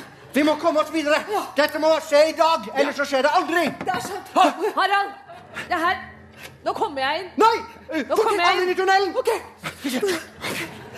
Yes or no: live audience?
yes